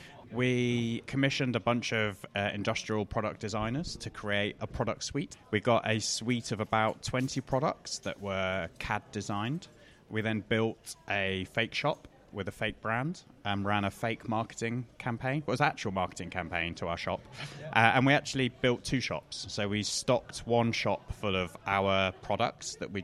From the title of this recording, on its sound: Live from IFC 2019